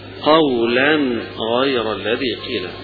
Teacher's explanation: الجمهور من القراء على انه التنوين هنا لابد من اظهاره بعد حرف الغين هنا